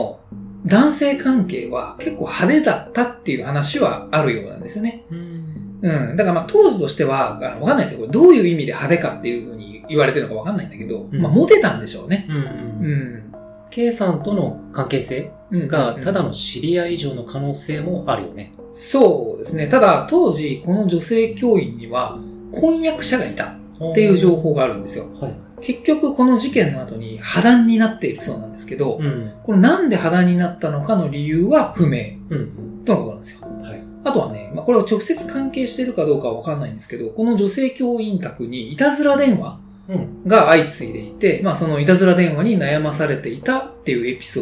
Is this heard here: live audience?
no